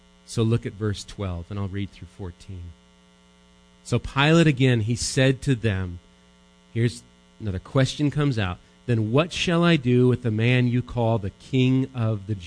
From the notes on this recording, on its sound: Recorded live at Bethany Bible Church.